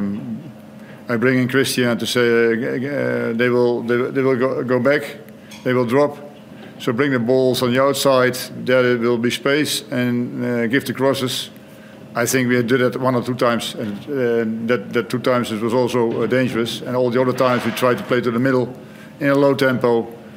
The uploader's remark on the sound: Post-match Press Conference.